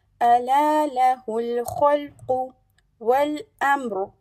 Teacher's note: خاء is a heavy letter joining with lam, and then قاف is also a heavy letter. Make sure the sound is distinct for خاء to be from the upper part of the throat, and for the قاف from the back of the tongue, rising and touching the palate, soft palate.